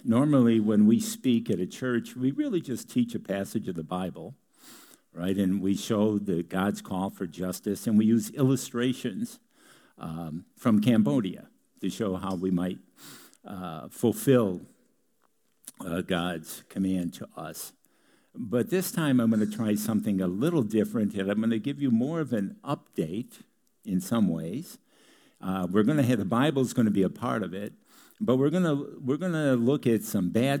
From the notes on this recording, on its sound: Grace Church of La Verne.